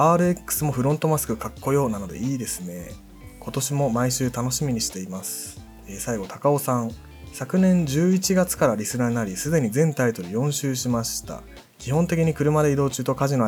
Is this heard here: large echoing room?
no